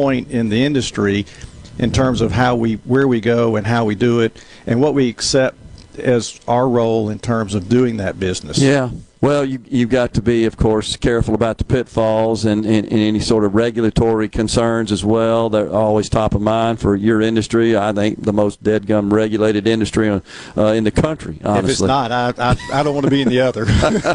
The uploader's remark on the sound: LIVE from The Oxford Conference Center for the Ole Miss School of Business Banking and Finance Symposium